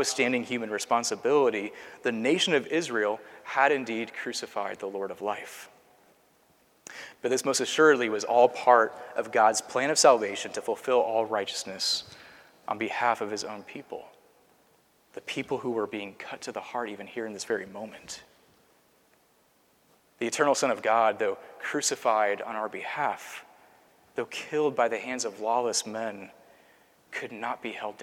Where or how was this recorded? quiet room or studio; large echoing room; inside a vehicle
large echoing room